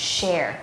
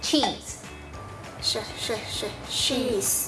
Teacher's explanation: แต่เสียง chมันจะแบบมีลูกเล่นนิดนึงออกมาแต่ออกไม่หมดมันจะเป็นลมแบบปุ๊บเดียวเท่านั้นค่ะ · Shown in: second take